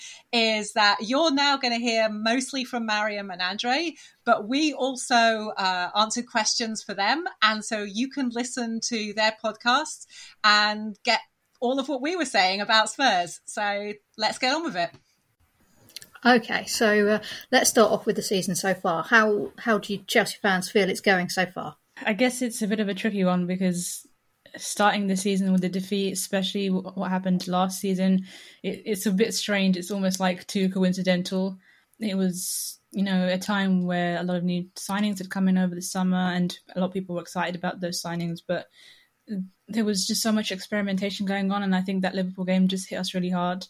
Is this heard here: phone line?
no